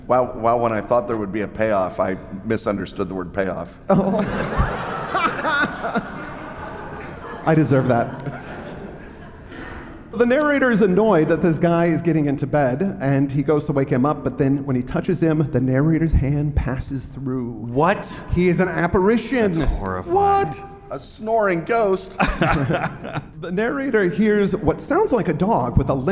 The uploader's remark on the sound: Live in Providence!